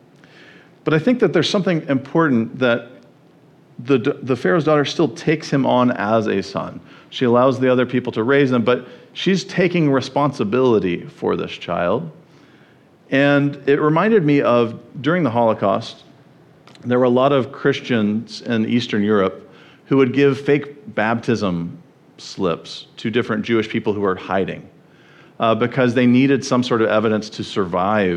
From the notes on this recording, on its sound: at the First Baptist Church of Jackson, MI.